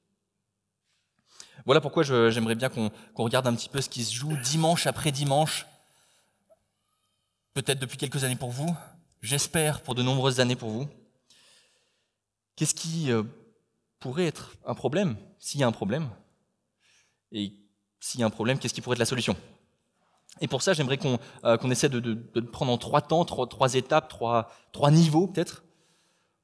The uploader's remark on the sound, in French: Enregistré à l'église CVV, le 12/09/2021